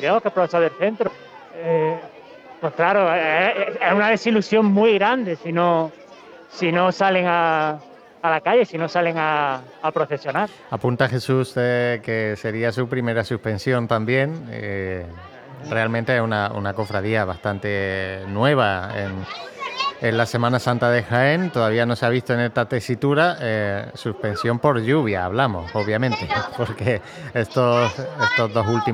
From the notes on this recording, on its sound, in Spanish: Martes Santo 2022. Retransmisión en directo del Martes Santo en Jaén en el año 2022.